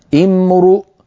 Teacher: إن امرؤ هلك، لو وقفنا على إن نبدأ امرؤ، لاحظوا بأن الراء ضمت لأن الهمزة بعدها مضمومة